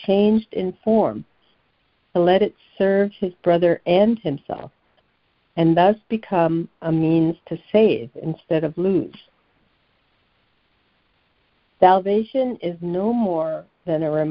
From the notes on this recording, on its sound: ACIM Daily Conference Call